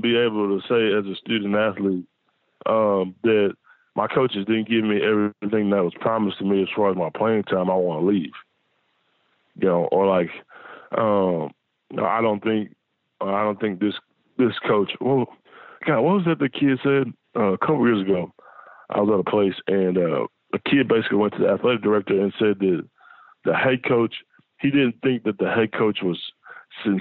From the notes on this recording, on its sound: joined on the Modern Woodmen phone line